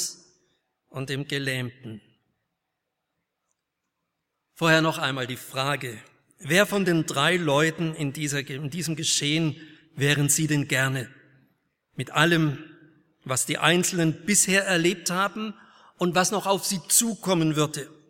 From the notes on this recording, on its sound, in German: aus dem Gottesdienst der Liebenzeller Mission